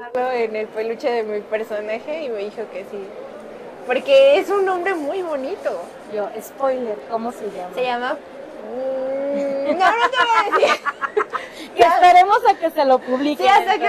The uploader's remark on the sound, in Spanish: Sala VIP. En vivo desde la FIL.